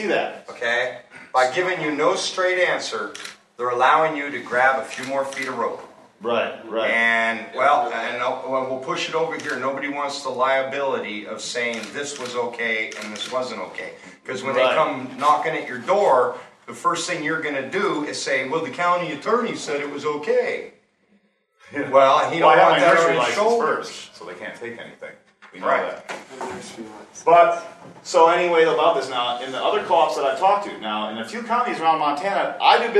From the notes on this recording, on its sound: This is some audio from a Northwest MMGA meeting in Kalispell Montana from back in early October.